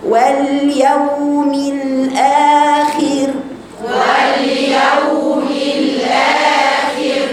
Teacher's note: الآخر، ما حققتوش كسر الخاء، وترتب عليه إن الراء الساكنة الذي قبلها مكسور، المفروض الراء الساكنة ما قبلها مكسورة تبقى راء إيه؟ رقيقة